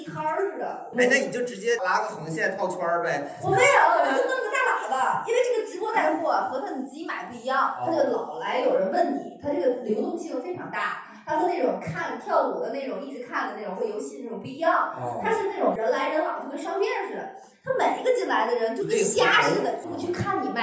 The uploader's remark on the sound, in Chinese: 最近两期由于场地不熟悉，设备出了问题，只能用备用素材，所以音质稍有问题。